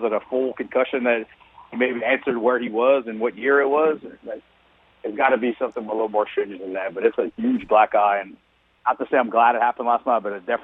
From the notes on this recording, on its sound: we go to the phones